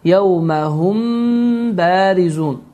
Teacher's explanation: İxfa əşşəfəvin hökmü isə sükunlu mim, yəni Qurani Kərimdə hər hansı bir yerdə mim üzərində sükun görər isə, həmin bu sükunlu mimdən sonra B hərfi gələrsə, bu zaman ixfa əşşəfəvi baş verəcəkdir. Və bu qayda zamanı mim hərfi B hərfində gizlənəcəkdir ki, və bu gizlənmə də 2 hərəkə miqdarında davam edəcəkdir.